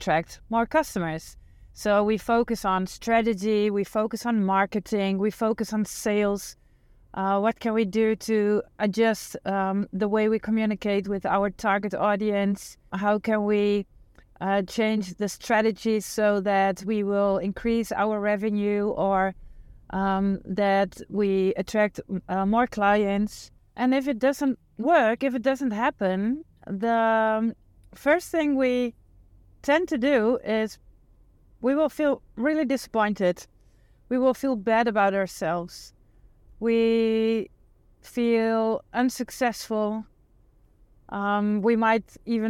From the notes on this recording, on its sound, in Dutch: de audio die ik onlangs spontaan en in het Engels opnam tijdens een autoritje